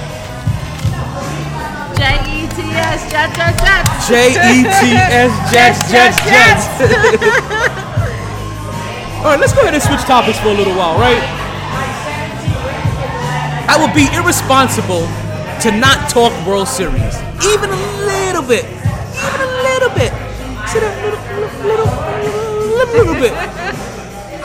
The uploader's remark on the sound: Live From The New Improved Sharkey's